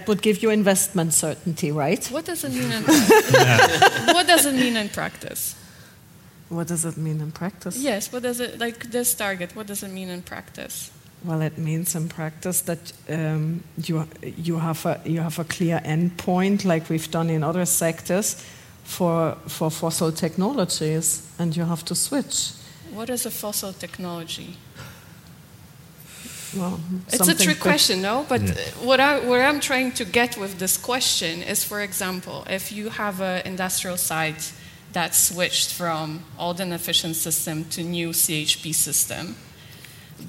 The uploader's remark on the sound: This week’s episode of Watt Matters is a special live recording that formed part of the Euroheat & Power congress in Turin (May 22nd-24th).